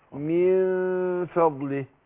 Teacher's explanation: الفاء بتخرج من بطن الشفة السفلى خد بالك مع الثناء العليا · Term: الإخفاء